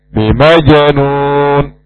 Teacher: huruf jim adalah huruf qalqalah. Dipantulkan. Bimajanun. Kita ulang lagi.